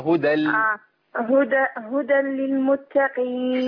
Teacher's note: أنا عندي هدى تنوين بيضغم في اللام، تبقى هدى هدى للمتقين.